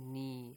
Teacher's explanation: It's ni, the ya is omitted.